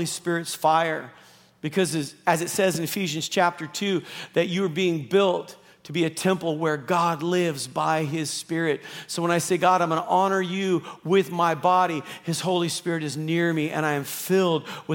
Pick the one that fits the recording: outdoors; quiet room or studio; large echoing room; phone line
large echoing room